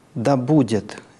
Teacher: Поэтому начинается он с понижения. «Да будет» — пониженное «да». И на первом, ну, собственно, на ударном слоге первого акцентного слова «да будет» все выходит на основной тон.